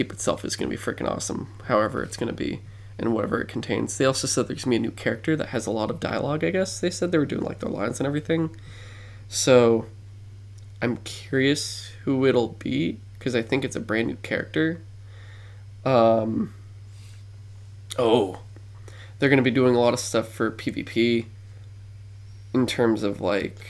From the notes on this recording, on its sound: Excuse our dead dialogue and humming in the background.